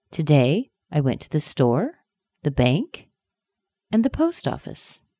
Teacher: Post office goes up and goes down, but store, bank, go up.